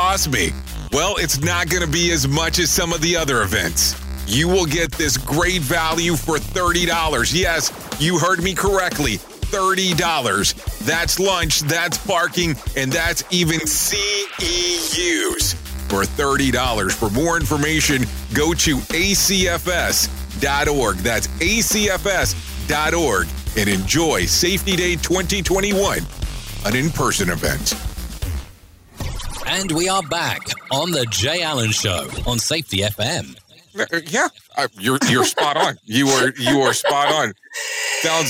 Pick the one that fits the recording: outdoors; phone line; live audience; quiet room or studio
phone line